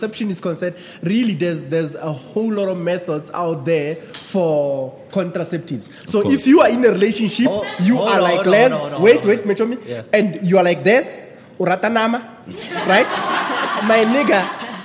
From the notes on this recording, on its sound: The Dojo had its 1st ever live recording in front of a very special audience. The audience, Friends Of The Dojo as they fondly known, got to participate.